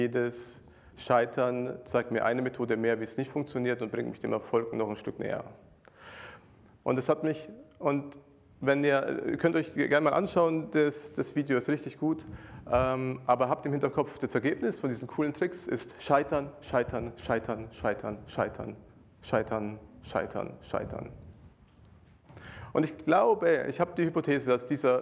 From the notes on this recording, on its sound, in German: Predigt aus dem Gottesdienst